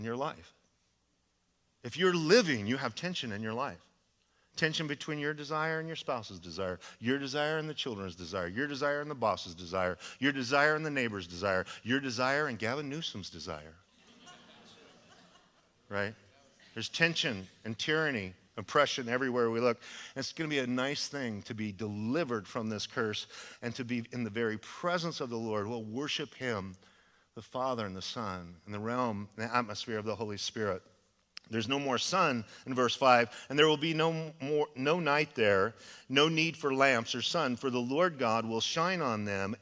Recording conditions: large echoing room